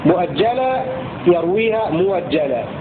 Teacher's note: الهمزة المفتوحة بعد ضم الواقعة فاء للكلمة ورش يبدلها واوا هكذا، مؤجلة يرويها مؤجلة، يؤيد يبدلها يؤيد، يؤديه يرويها يوده، مؤذن يرويها مؤذن، وهكذا.